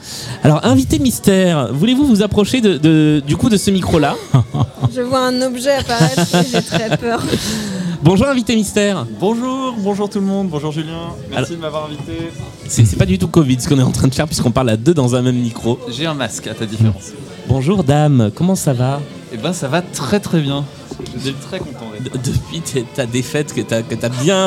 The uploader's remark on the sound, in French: (depuis Lille). Enregistrée en public à Lille, au sein du food court Grand Scène.